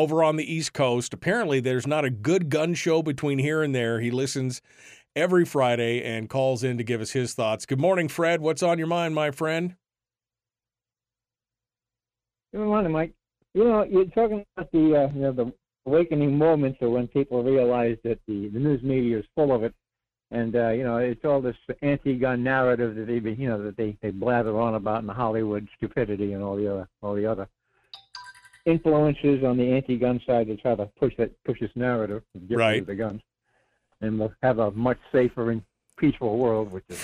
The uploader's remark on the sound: We'll also up all the phone lines.